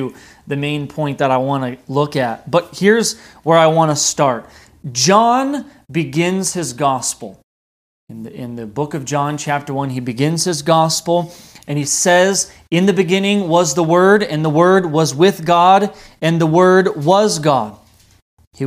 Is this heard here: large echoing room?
yes